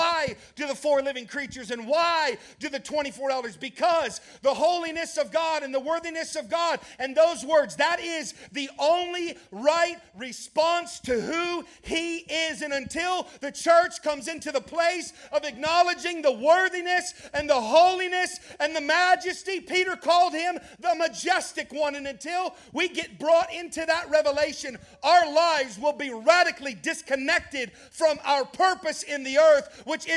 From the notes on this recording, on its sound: during the 3rd session of the Permission To Burn Conference in Orange Beach, AL.